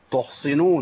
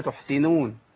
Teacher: الفرق بين الصاد والسين التفخيم اللي هو الاستعلاء والاطباق